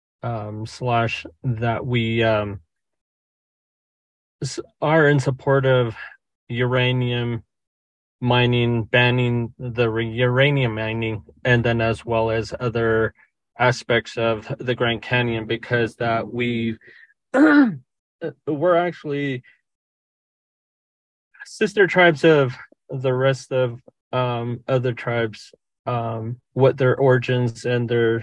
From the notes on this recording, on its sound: During a virtual press conference held earlier today.